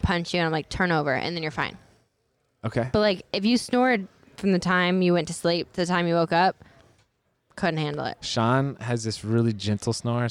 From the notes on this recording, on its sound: we’re recording LIVE at the Miami Super Bowl from Sleep Number’s booth in the Super Bowl Media Center